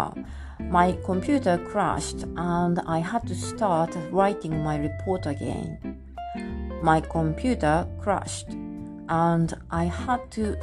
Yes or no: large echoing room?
no